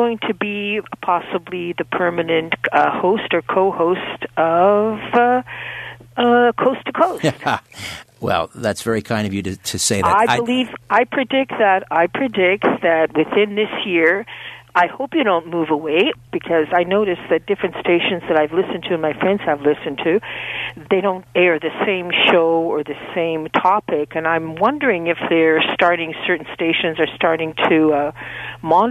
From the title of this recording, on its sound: Open Phones